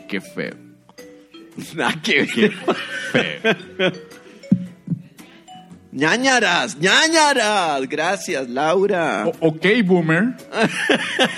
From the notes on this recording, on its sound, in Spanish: Grabado en vivo desde el Teatro Torres.